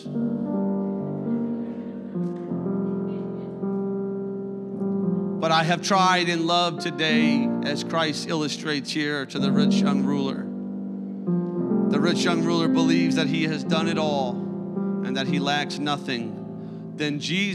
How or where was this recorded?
large echoing room